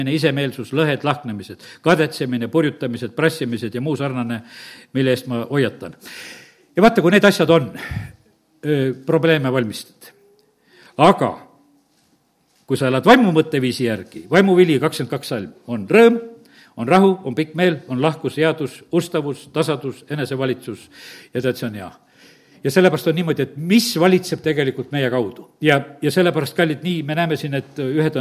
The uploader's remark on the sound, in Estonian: Audio salvestus koosolekult